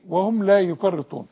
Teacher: الراء ده حرف تكرير يعني ممكن نكرره. نعرف التكرير لا عشان نتجنبه.